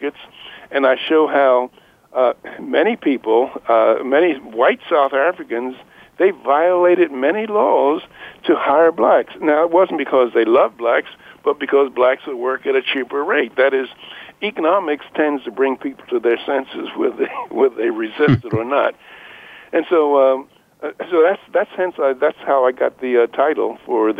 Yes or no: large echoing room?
no